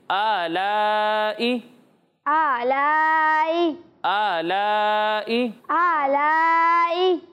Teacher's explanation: آلائے یہ غلط تلفظ ہے ٹھیک ہے اے نہیں ہے یہ آلائی